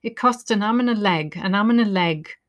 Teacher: All weak sounds, you only really hear arm and leg.